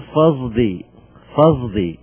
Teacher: يعني لا هي صاد ولا هي زاي · Term: المضارعة